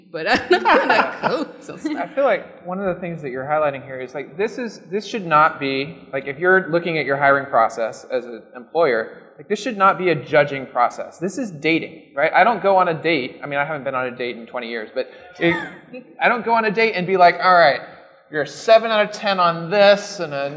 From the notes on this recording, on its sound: What you’re about to hear is a series of lightning chats recorded live from All Things Open 2019.